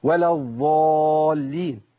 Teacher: كتير من الناس بيبدل الضاد بظاء